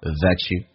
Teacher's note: 用降调读并且产生同化音叫 thatyou